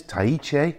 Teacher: So the H almost disappears in that. It's Tahiche rather than Tahiche.